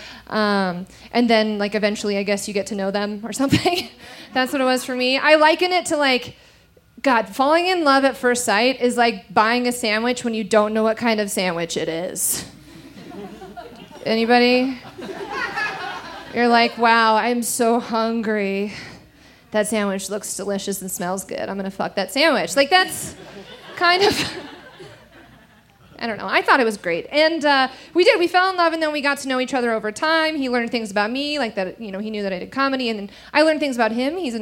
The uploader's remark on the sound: recorded live on 21 June 2017 at the Buntport Theater in Denver, Colorado.